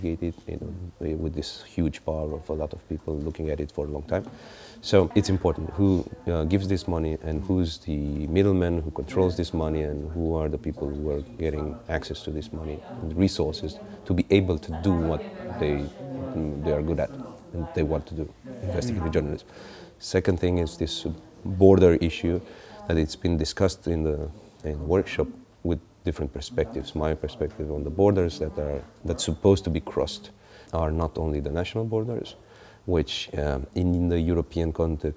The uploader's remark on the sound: This interview was recorded as part of the MONEY MOVES stream of the Berliner Gazette 2016 conference TACIT FUCUTRES, held at the Volksbühne Theatre 27-29 October. This interview was recorded as part of the MONEY MOVES stream of the Berliner Gazette 2016 conference TACIT FUCUTRES, held at the Volksbühne Theatre 27-29 October.